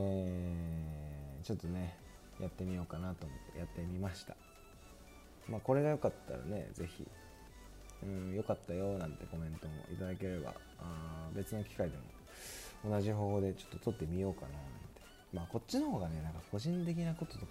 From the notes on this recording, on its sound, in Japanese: 音響機材の関係で雑音が入ることがあります。Iphoneの有線イヤホン収音えぐいな。北海道札幌市を拠点に活動する26歳男性2人がただただ話すラジオです！